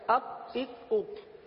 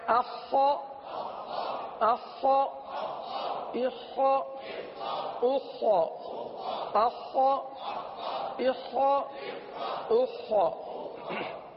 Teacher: تو اس کو حلق میں اتاری، یہاں پر یہ حلق کے اوپر والے حصے سے ادا ہوتا ہے، حلق میں اتاریے اور خا کی آواز کو پر ادا کیجئے · Shown in: second take